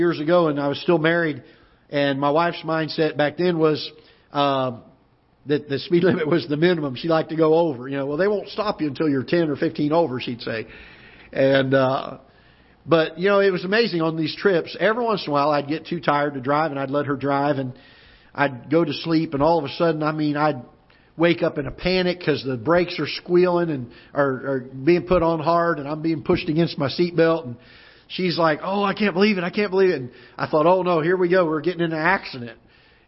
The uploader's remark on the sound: Ketha Heights Baptist Church ~ Live Broadcast